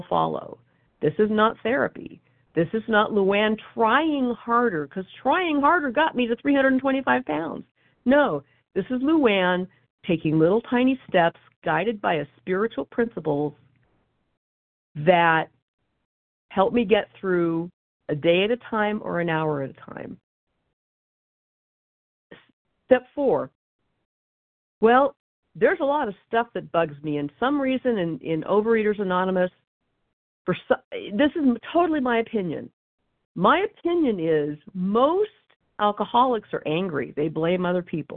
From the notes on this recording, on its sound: 100 Pounders Phone Meeting, 2/25/23